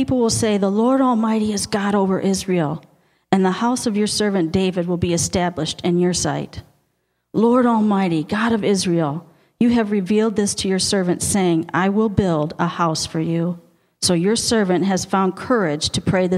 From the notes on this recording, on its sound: Audio podcast of the 11am Sunday morning sermon. At Victorious Life Church on February 12, 2017.